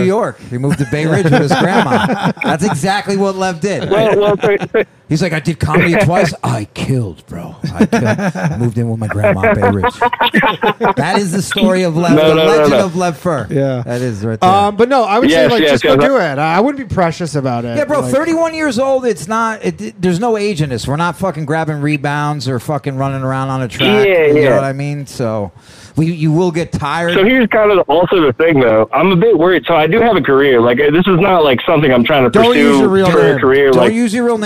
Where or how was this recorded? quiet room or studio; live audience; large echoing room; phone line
phone line